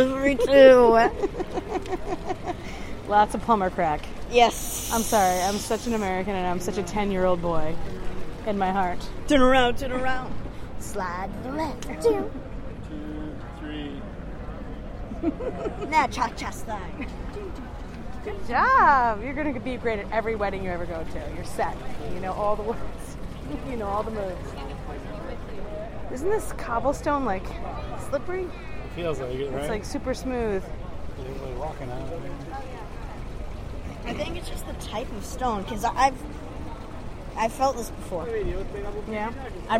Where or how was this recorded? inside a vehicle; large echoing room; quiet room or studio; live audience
inside a vehicle